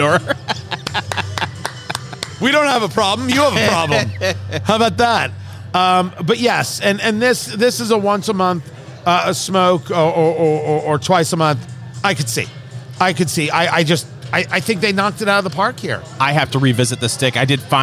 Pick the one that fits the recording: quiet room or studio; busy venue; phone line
busy venue